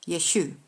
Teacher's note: In the Galilean or Judean Aramaic, they often dropped the final a sound, so it sounded more like Yeshu